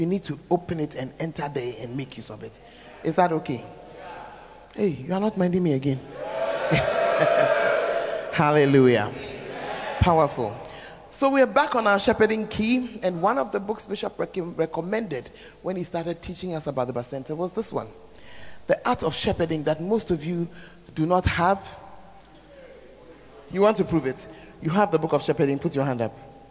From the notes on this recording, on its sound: Preached At The 12 Foundations Of The Bacenta Camp